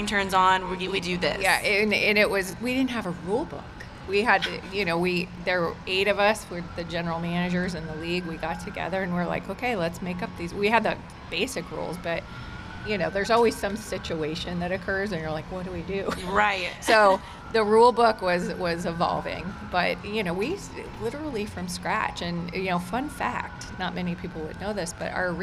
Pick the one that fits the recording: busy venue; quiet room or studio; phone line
busy venue